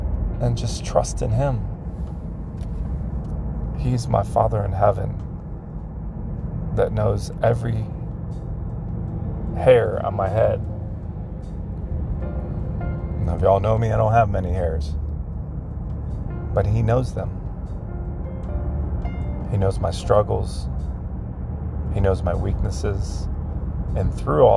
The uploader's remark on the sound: Just a reflection from a man driving home from work.